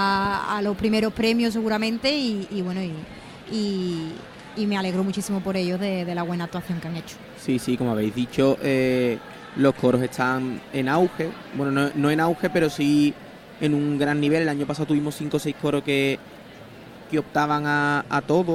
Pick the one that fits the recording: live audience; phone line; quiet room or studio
live audience